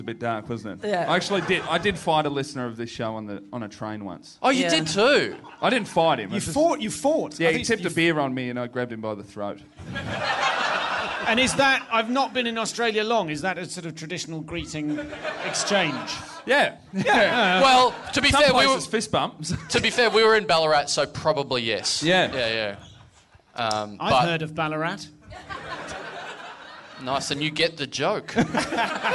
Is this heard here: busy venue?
yes